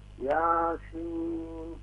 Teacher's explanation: بالنسبة إلى الحروف المقطعة يراعى المد الطويل فيها، فعندنا ياسين الياء تمد مدا طبيعيا هكذا يا، وأما السين فيمد مدا طويلا لأن اسم الحرف سين · Term: مد لازم